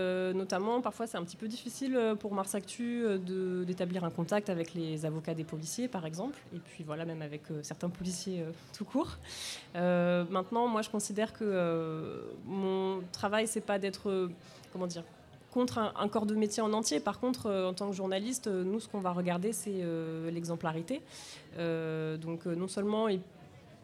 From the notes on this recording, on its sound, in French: Le Bocal était l'invité de la Claque podcast party, soirée dédiée à la création sonore locale, organisée par La Claque , la newsletter des podcasts 100 % marseillais (et alentours). Nous avons enregistré un épisode du Bocal en public. L'ambiance était plutôt festive.